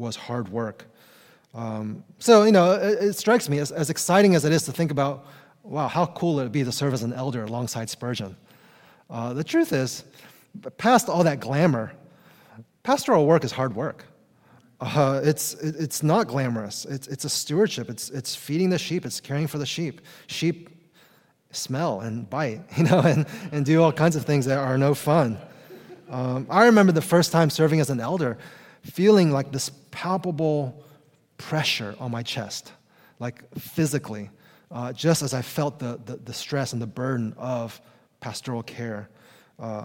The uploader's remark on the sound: Conference Session!